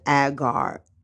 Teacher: And then the one that we know to be Hagar, which is spelled with an H, the H is dropped here in the Greek translation, and it's read Agar